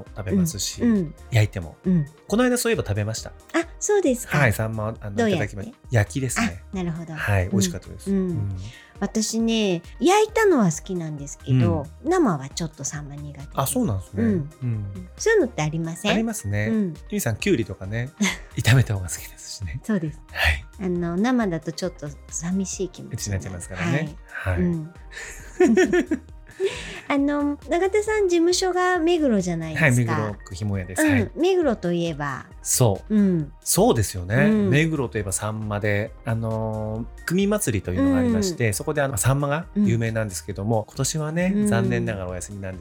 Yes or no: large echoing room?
no